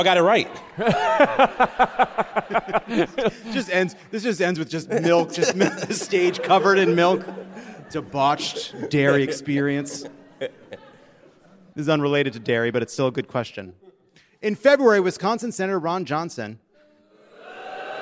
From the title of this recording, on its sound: Live from Wisconsin!